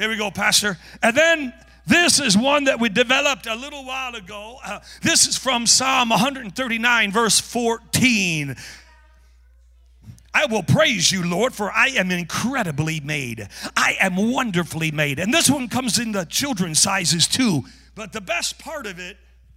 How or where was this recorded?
large echoing room